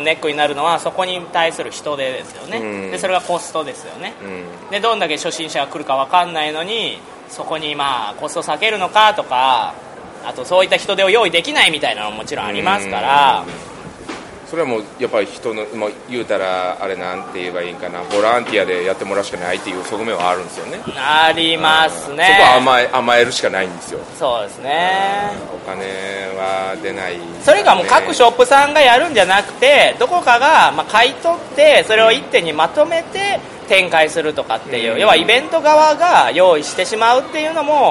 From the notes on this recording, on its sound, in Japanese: 第5回ボードゲームフリーマーケット in 新大阪｣に遊びに行ってきました！歩いて収録しました！